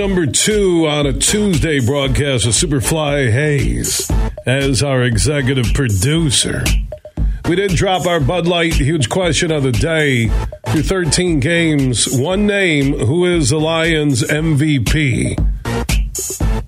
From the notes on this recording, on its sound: We took your calls throughout the show.